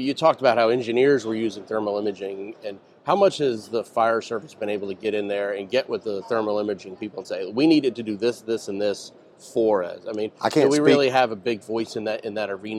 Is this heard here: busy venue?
yes